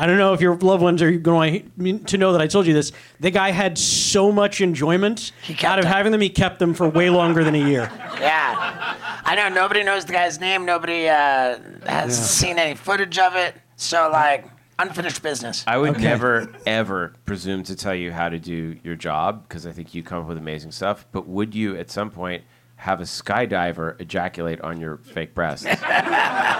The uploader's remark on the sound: Live from The Lab at the Hollywood Improv